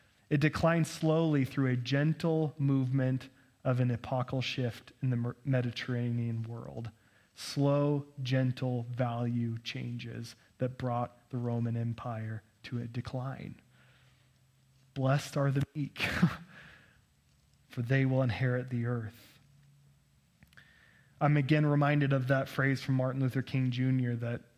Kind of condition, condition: setting, large echoing room